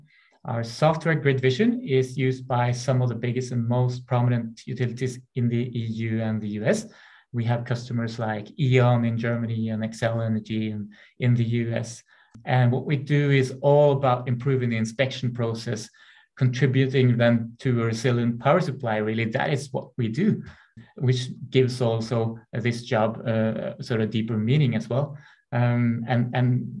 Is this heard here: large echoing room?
no